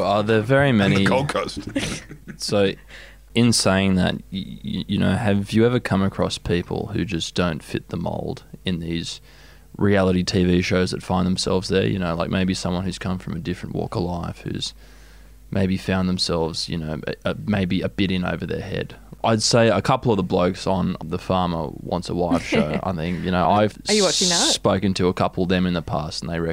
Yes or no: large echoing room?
no